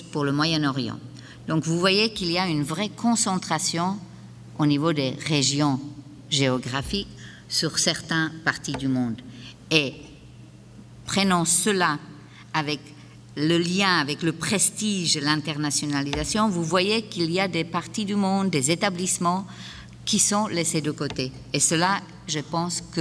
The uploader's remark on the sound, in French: Conférence 501 du colloque 2012 de l'AQPC, à Gatineau.